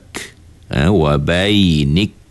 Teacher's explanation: Syiddah itu ialah ketika kita sebut kaf ini, suara kita tersekat ataupun tertahan. Yang kedua kita adakan sedikit angin, iaitu dia panggil sifat hamas. · Term: sifat syiddah